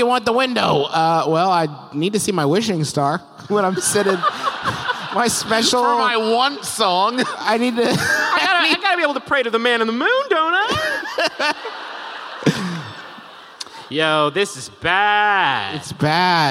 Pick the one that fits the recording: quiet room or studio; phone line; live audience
live audience